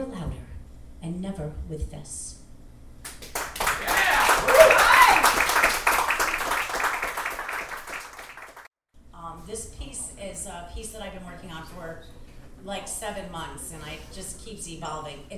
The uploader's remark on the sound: at the Brass Tacks poetry and spoken word open mic on September 18, 2018 at The Low Beat in Albany, NY